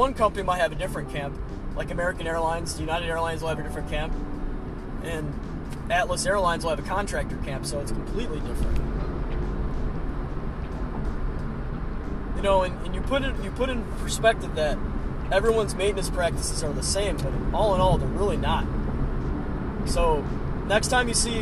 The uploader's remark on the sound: I'm in the car again